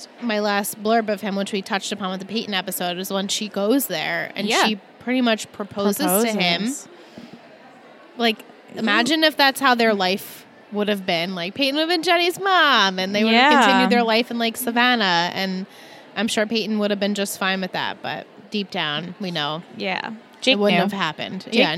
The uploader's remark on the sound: Recorded LIVE from TRIC.